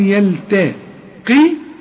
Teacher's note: القاف في اخر درجات التفخيم والياء اللي بعدها مرققه